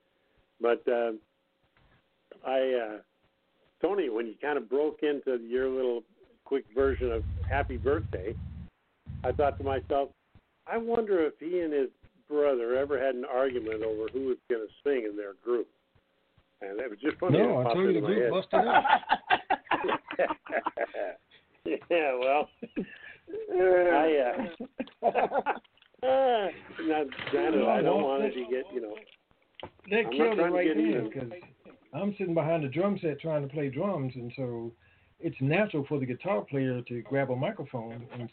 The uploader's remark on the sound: Conference Call